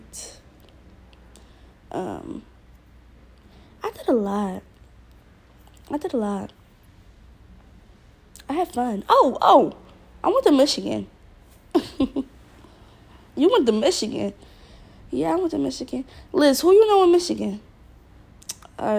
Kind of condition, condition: fault, sounds in the background